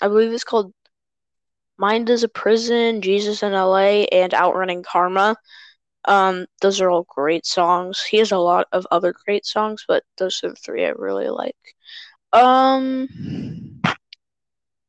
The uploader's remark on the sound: more technical difficulties